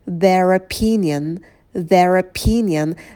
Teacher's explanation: На «п» не забывайте добавлять придыхание.